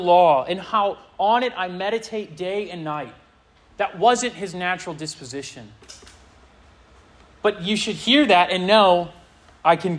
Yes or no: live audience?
yes